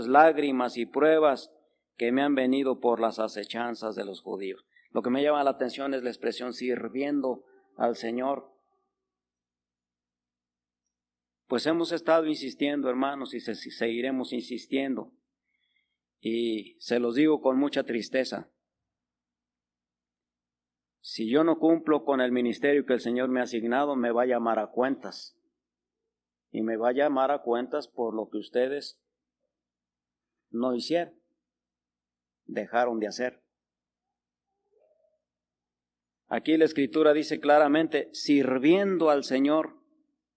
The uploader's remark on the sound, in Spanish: Grabado el 8 de Diciembre de 1985 Culto de las 12 Hrs